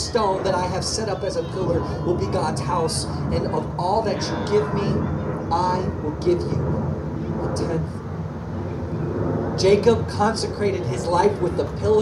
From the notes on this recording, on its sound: Outdoor Baptisms. We apologize for the audio as we were outside and dealing with some technical difficulties.